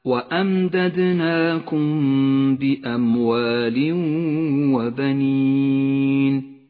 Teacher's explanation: المثال التالي على الإخفاء الشفوي في قوله تعالى وأمددناكم بأموال وبنين، جاء بعد الميم الساكنة حرف الباء، تخفى الميم بالباء ولذلك لونت بالأخضر لأنها تغن بمقدار حركتين.